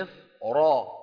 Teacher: فتصير الراء مفخمة قولا واحدا لأنها مفتوحة